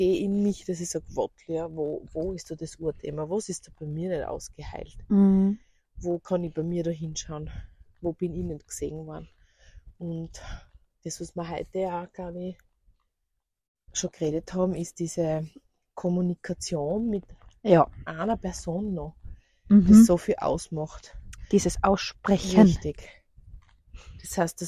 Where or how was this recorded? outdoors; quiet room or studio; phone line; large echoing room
outdoors